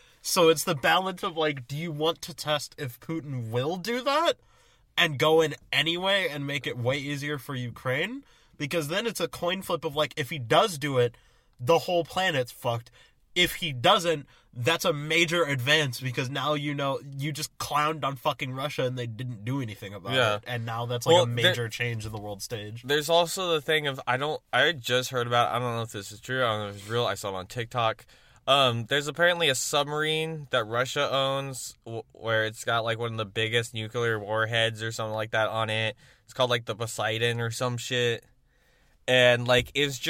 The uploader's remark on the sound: From the Car